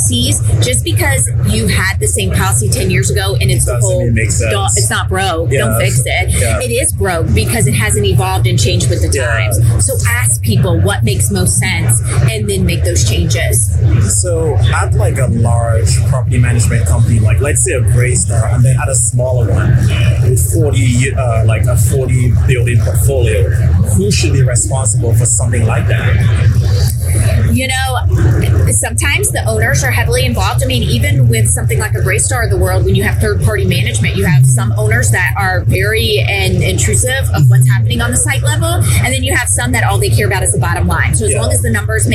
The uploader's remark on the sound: LIVE AT NAA